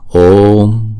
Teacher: Chữ O này chúng ta đọc 2 nhịp